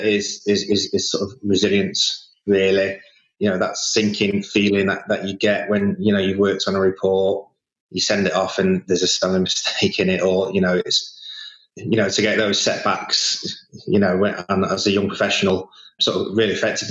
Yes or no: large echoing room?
no